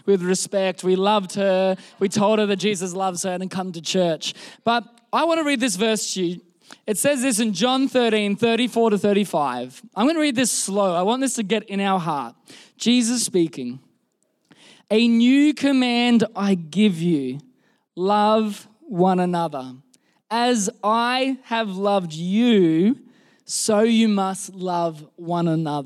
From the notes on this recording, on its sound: This was recorded in our Melbourne service on the 20th of November, 2022